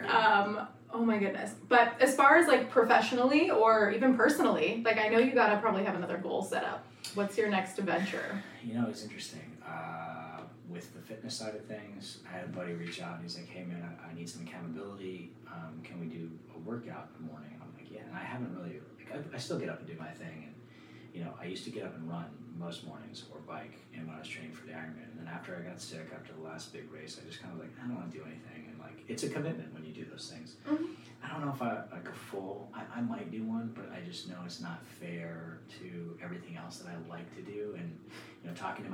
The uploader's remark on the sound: We had some technical difficulties during the recording, so if the audio is a little low, I apologize. We tried our best to fix it and raise the volume for publication.